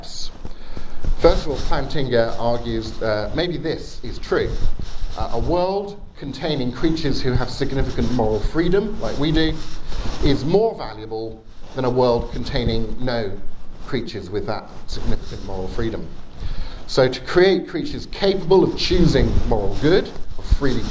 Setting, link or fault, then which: setting, live audience